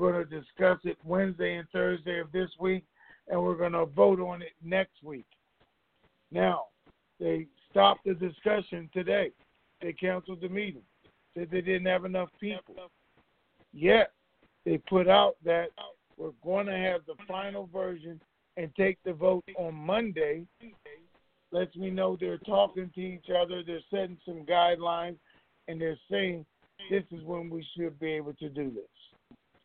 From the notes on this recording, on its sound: Conference Call